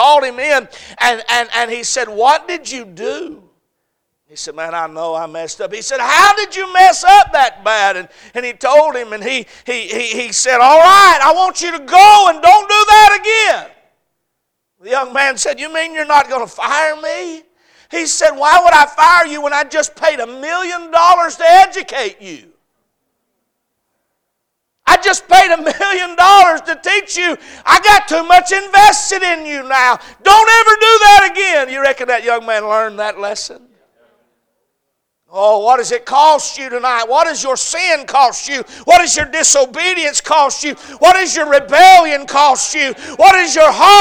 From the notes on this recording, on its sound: A message series preached at Crossroads Baptist Church.